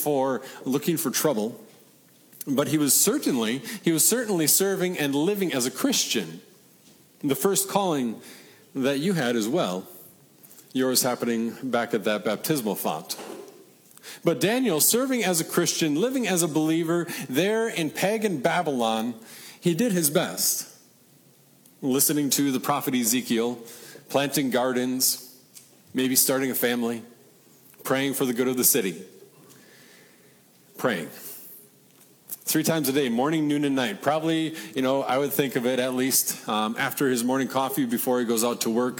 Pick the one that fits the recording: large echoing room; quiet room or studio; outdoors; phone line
large echoing room